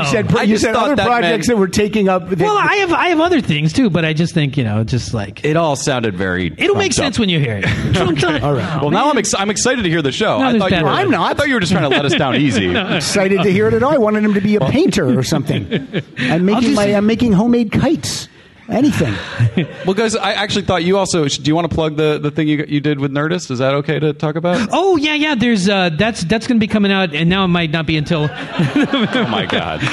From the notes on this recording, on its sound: Performing live at the Los Angeles Podcast Festival. At the Le Meridien Delfina in Santa Monica, California.